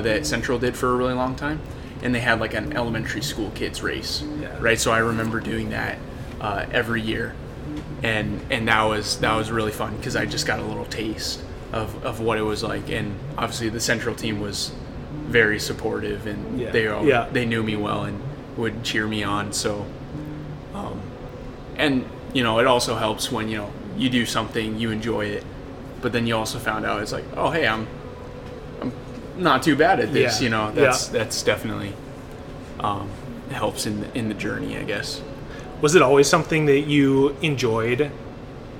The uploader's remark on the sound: Recording live at See Dick Run